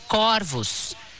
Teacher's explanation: no plural, a palavra corvos é pronunciada com o O aberto